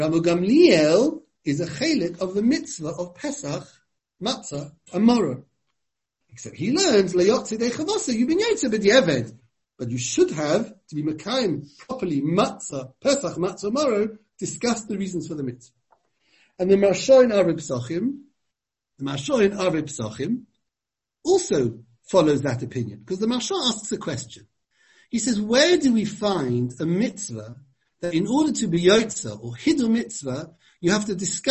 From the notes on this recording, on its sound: given over Zoom